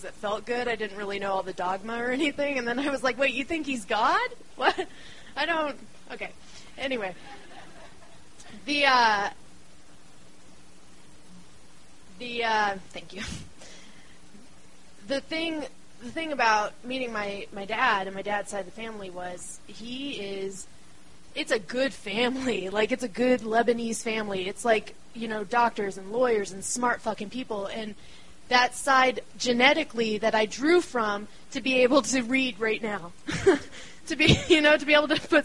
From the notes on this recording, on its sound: The show was recorded on December 20, 2012 in the roiling and crowded belly of Denver, Colorado's beloved Deer Pile community space.